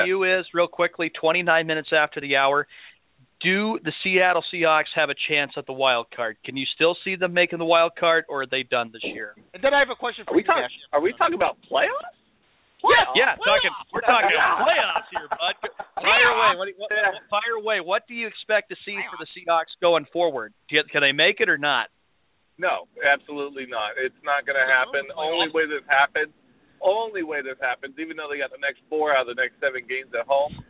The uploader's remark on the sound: We'll also take your phone calls!